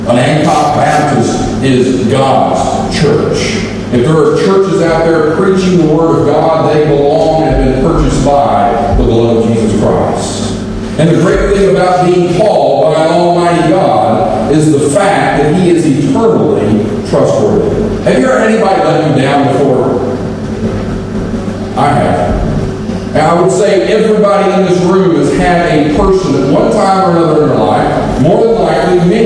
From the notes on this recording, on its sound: Apologies for the unusually poor audio quality! Apologies for the poor sound quality today!